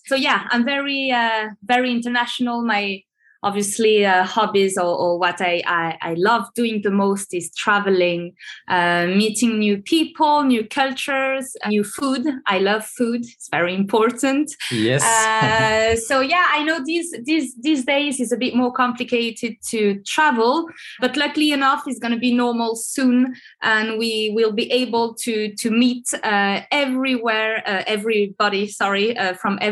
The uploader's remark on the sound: This episode was recorded through a Zoom-call.